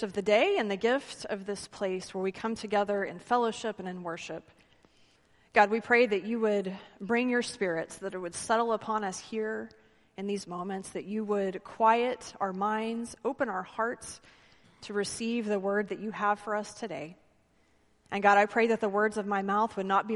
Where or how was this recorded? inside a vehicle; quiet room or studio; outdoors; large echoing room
large echoing room